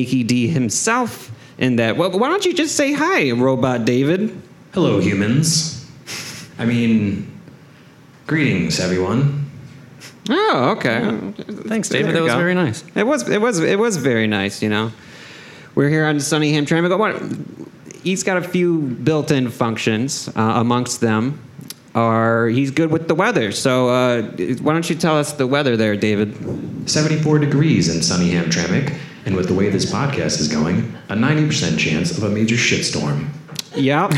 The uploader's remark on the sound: Live at TromaDance Detroit. Show off their new creation to a live audience.